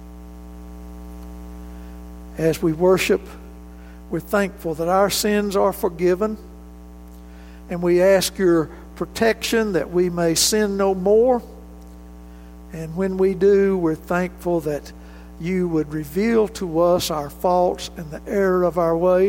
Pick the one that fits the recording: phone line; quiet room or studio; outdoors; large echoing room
large echoing room